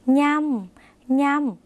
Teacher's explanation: เป็นเสียงขึ้นจมูกเหมือนในภาษาอีสานหรือในภาษาภาคเหนือนะคะ